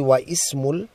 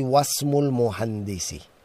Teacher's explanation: If something is written before the word ismun, then we don't pronounce the hamza. · Shown in: second take · I don't say wa ismul muhandisi.